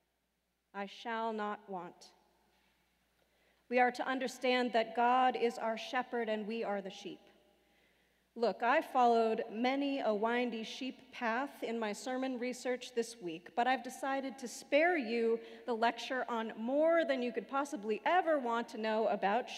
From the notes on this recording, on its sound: Sermons from Old South Church in Boston